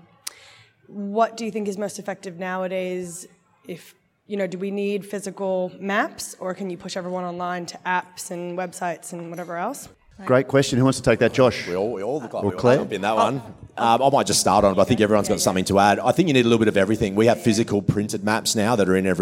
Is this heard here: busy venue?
yes